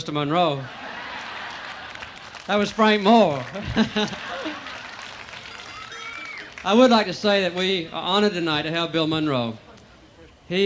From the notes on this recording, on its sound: Performed live on The Whitehouse lawn in 1980 for president ….